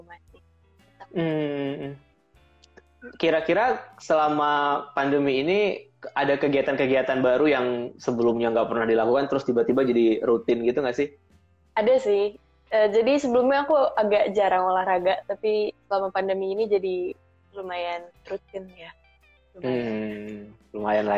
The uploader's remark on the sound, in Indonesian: direkam saat sesi Instagram LIVE